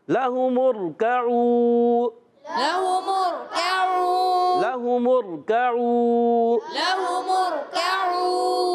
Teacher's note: نہیں کھینچیں گے عین واؤ پیش او یہ واؤ مدہ ہے واؤ ساکن سے پہلے پیش آ گیا واؤ مدہ ہے ایک الف کھینچیں گے